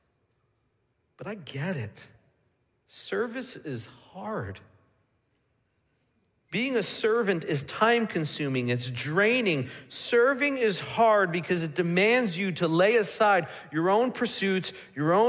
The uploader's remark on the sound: Midland Evangelical Free Church Sermon Audio